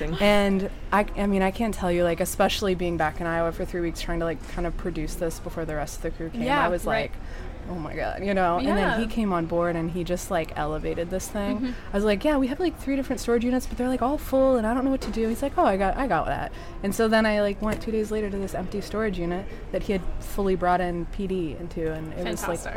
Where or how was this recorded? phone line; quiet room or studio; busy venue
busy venue